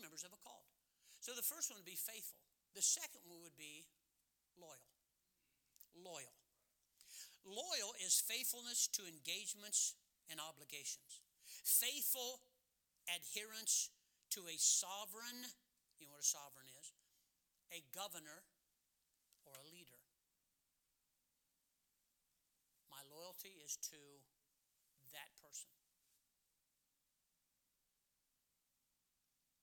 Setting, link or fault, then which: setting, large echoing room